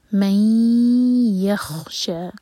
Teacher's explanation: نون کے بعد ہے یا تو یہ ہے ادغام غنہ کے ساتھ تو دو سیکنڈس کا ٹائم دیں گے من یخشا شا دو حرکہ لمبا شین پر فتحہ ساتھ میں